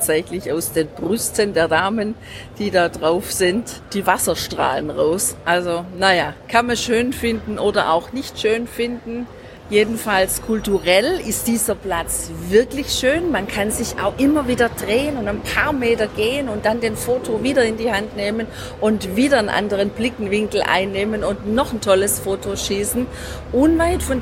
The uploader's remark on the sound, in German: Bologna. Wir sind live mit dir unterwegs im Centro storico der wunderschönen italienischen Stadt am nördlichen Apennin. Direkt vor Ort.